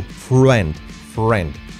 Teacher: Cuidado con la R. Friend. Friend. La R hace un efecto U.